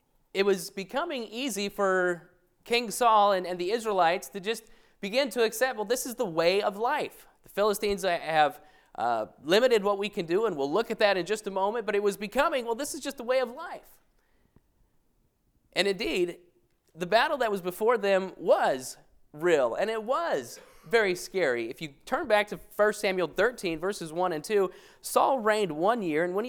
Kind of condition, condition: setting, large echoing room